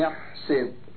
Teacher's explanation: قرأ نافع وابن كثير وابن عمرو والكسائي بكسر السين، يعني يحسب، قرأ الباقون بالفتح، يحسب.